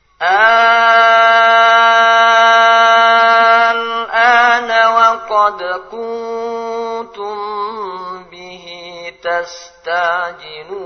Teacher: Nah, untuk qiraah hafz ada 2 bacaan, yaitu ibdal. Jadi dibaca dengan 6 harakat, dengan memanjangkan 6 harakat, atau tashil.